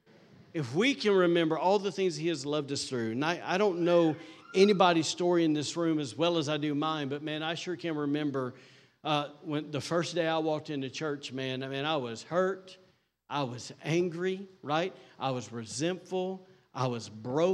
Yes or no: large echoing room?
yes